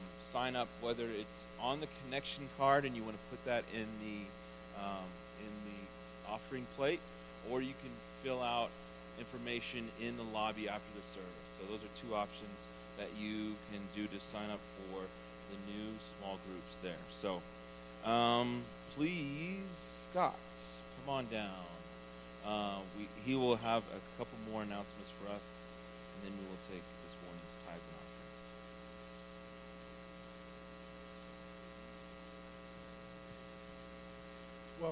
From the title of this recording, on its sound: Woodland Life Church Live